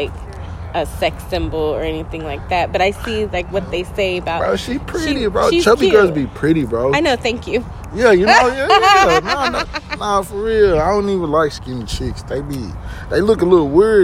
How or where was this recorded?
outdoors